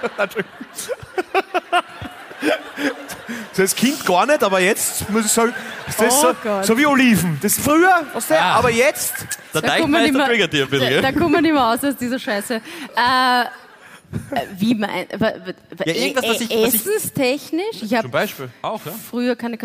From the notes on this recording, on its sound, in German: Hawi D'Ehre LIVE aus Salzburg